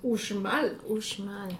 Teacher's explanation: Vas a Mérida, vas a Yucatán y la X se regresa otra vez a ser sh.